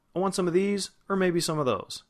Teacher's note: Now, if you listen closely, when I said O-R, or, I didn't actually say or, I said er. · Term: schwa